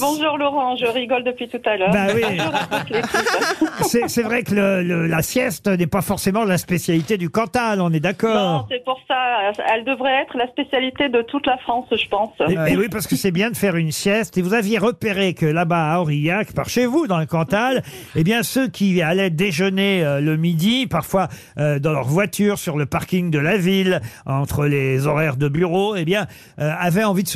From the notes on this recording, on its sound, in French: LA COUP DE FIL DU JOUR. Au téléphone des Grosses Têtes.